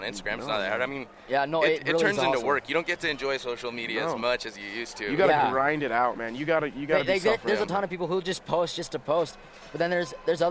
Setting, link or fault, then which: setting, busy venue